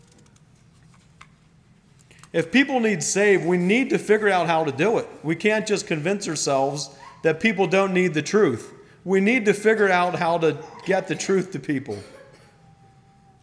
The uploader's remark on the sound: Message preached at Millmont Mennonite Church on Sunday Evening May 7, 2023